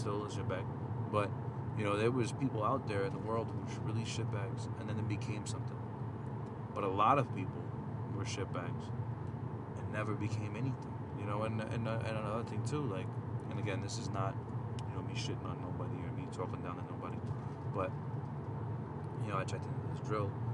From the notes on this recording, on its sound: Just a random rant apologize for the sounds of driving on the road.